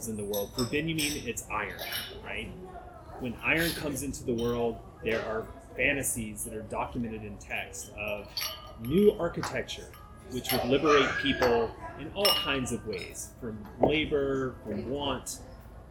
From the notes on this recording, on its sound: This conversation is a lively one, recorded at a fairly noisy bistro, with all the sounds of people playing pool and children’s shoes squeaking.